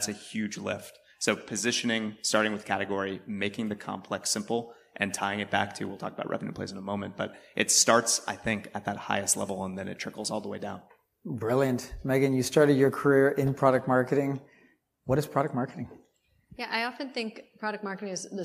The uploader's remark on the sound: live from #PavilionCMOSummit2023